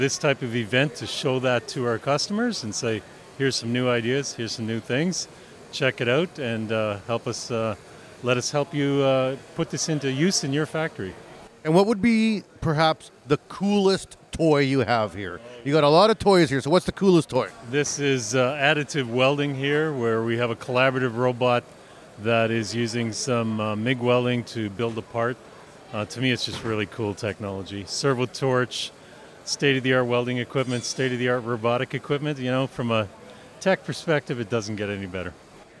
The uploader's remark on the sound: At this years CanWeld 2022, the CWB Association had the privilege to partner with Fabtech Canada in Toronto, Canada. We are bringing you special episodes recorded “live” on the show floor. Walked the show floor talking with the sponsors and vendors.